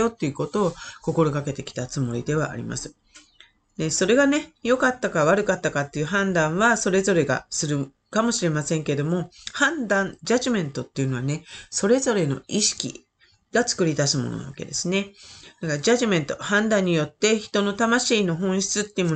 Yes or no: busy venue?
no